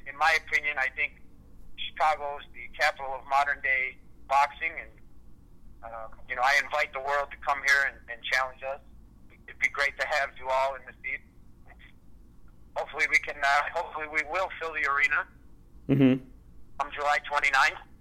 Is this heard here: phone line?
yes